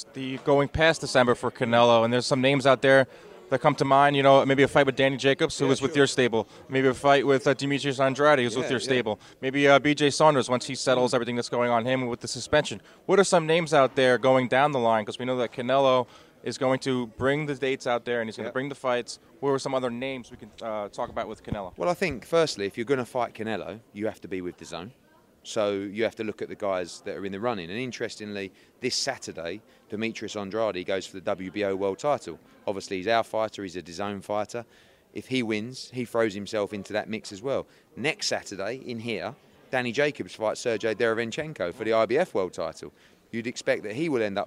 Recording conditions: busy venue